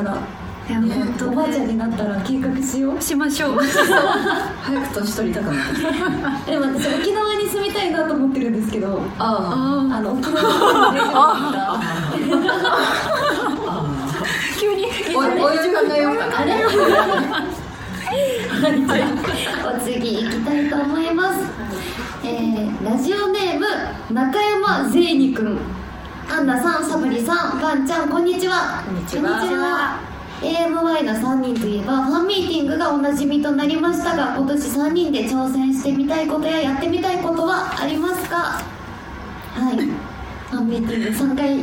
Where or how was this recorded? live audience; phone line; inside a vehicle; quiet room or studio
live audience